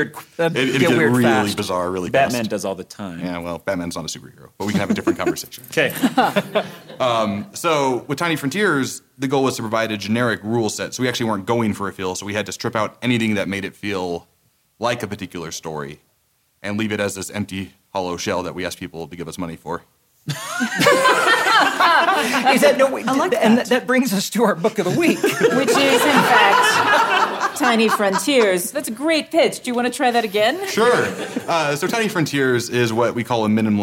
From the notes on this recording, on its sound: This episode was recorded live at LTUE 2017.